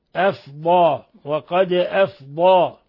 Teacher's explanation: نخرج الضاد من الحافة، حافة اللسان